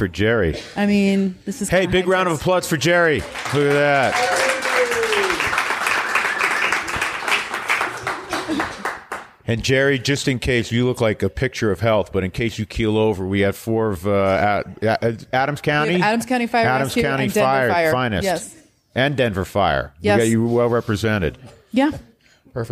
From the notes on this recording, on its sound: Our first live podcast at the Maven Hotel. We take the show on the road, as we do our first live broadcast at the Maven Hotel, the official hotel of the Colorado Rockies.